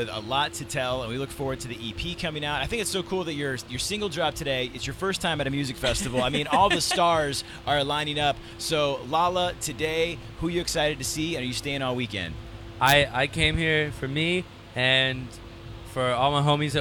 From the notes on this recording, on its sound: The Mix is live backstage at Lollapalooza 2023!